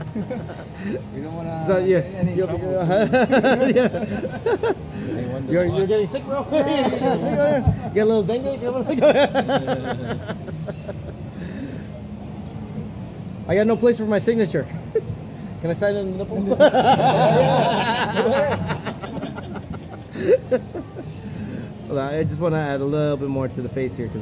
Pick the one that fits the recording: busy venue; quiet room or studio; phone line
busy venue